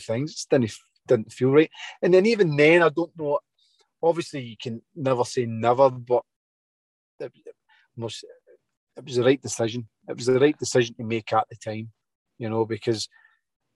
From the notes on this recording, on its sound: Got on Zoom.